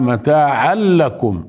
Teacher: أدخلنا التنوين باللام فصارت إدغاما مستكملا يعني إدغام كامل بلا غنة